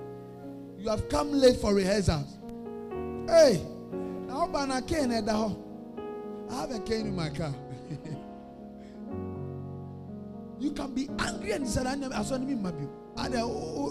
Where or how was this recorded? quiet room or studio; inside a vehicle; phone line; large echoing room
large echoing room